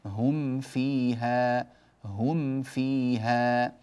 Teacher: بعد أن نطبق شفتينا تماما على الميم ونظهرها تماما نفتح للفاء